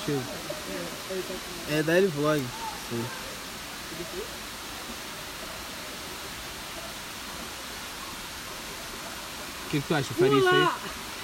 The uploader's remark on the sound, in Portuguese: (AO VIVO). Trocamos ideias no topo de uma cachoeira.